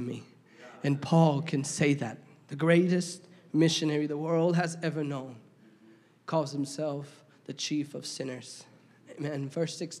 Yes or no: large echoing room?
yes